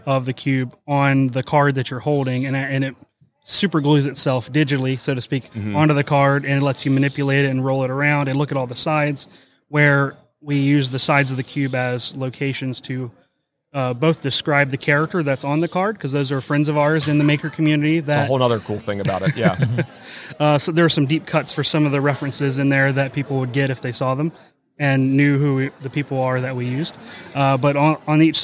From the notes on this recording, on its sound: LIVE from WORKBENCHcon 2022